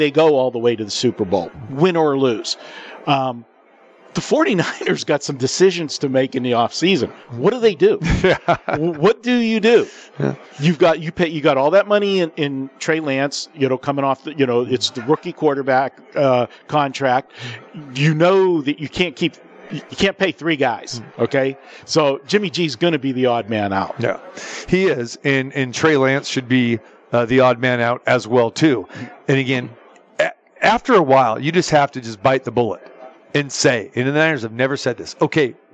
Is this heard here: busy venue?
yes